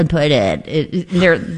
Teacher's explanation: You added like a vocal fry to that. Yeah, it's kind of like a fry thing.